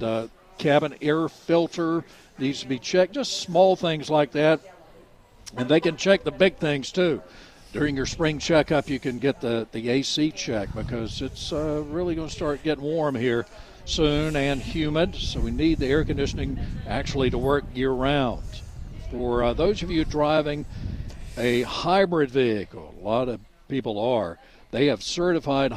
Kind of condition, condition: setting, busy venue